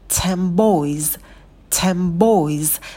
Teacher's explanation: В слове ten «н» меняется на «м», чтобы нам было удобнее, да, чтобы появился вот этот губной звук, и нам далеко не нужно было ходить.